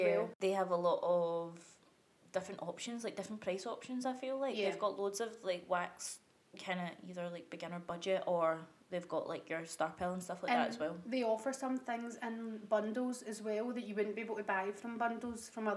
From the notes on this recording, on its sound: We are still getting used to our mics so please turn your volume up full for the best audio quality.